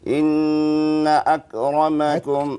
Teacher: هذه الكاف ساكنة حاول تهمسها